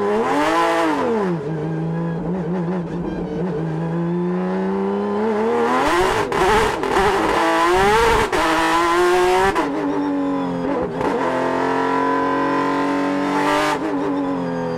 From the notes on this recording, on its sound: Porsche 911 RSR In-Car Audio, Monterey 2019. We are back with another with in-car audio feature, courtesy of Porsche North America, with the championship-winning Porsche 911 RSR captured in the No.